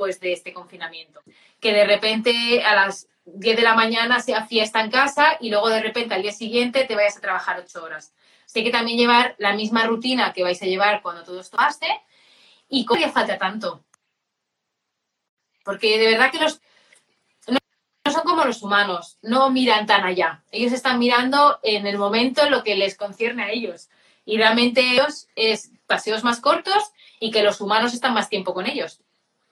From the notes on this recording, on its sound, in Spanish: directo de Instagram